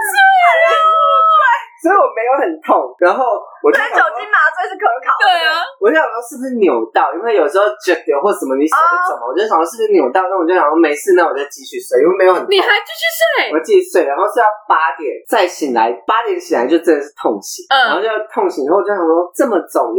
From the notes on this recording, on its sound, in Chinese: 本集音質不好